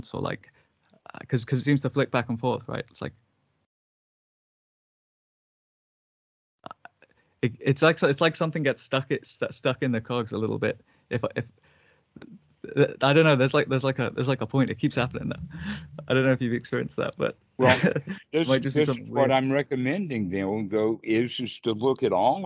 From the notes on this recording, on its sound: skype calls on this channel